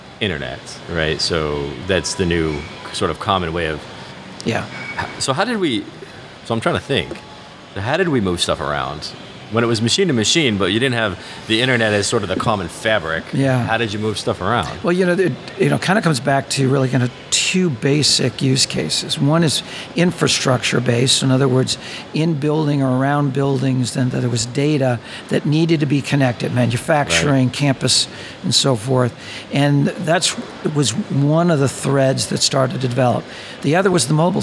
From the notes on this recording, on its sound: on location at the Oil & Gas IoT conference